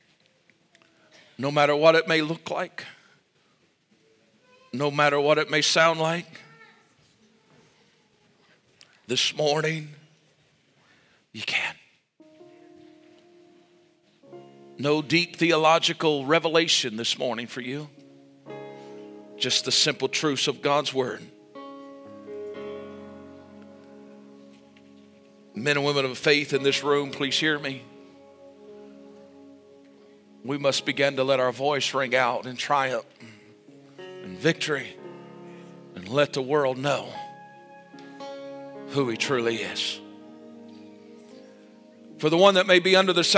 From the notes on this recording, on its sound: This message was recorded LIVE Sunday Morning April 9, 2023